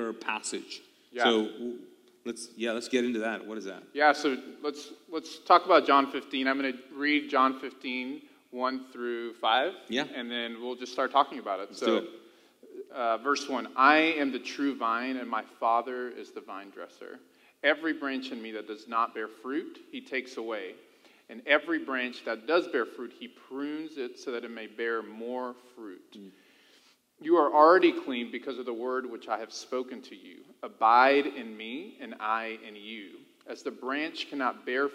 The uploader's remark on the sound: This video was recorded live from the Mosaic Church "Hope Center" in Charlotte North Carolina